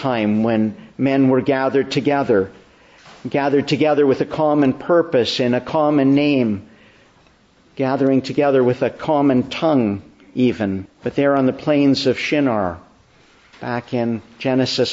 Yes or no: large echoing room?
yes